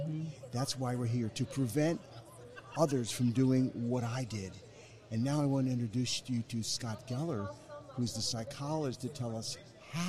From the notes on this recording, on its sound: live on the expo floor from the 2019 NSC Expo